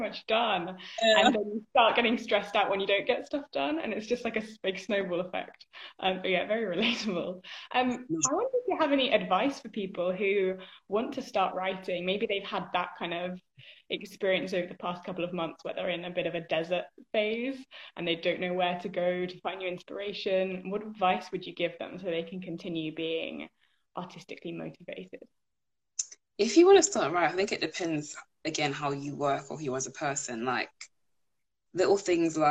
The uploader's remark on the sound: live Instagram interview